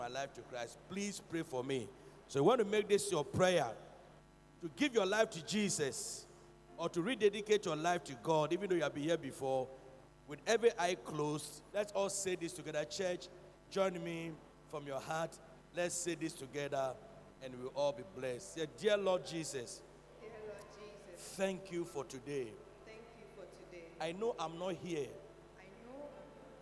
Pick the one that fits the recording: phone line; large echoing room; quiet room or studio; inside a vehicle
large echoing room